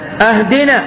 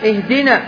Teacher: أهدنا بهمزة قطع مفتوحة وهي إنما اهدنا · Shown in: first take